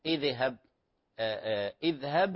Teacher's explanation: الباء فيها قلقلة لكن الذال ليست من حروف القلقلة، هي سكون، ليست من حروف القلقلة.